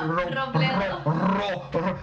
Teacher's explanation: So there's an R, there's a double R, there's a rolling R.